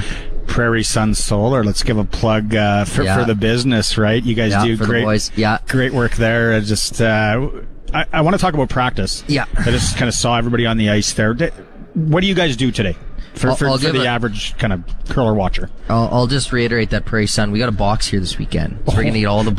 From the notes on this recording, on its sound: joins the show live from just outside The Patch.